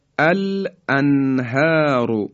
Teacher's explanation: الانهار نون ساکن به حرف ها رسیده، یعنی حرف حلقی